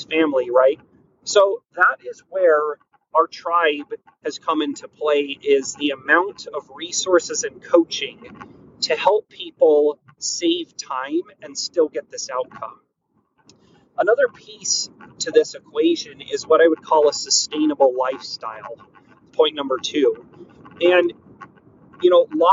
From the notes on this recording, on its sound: Sorry about the background noise.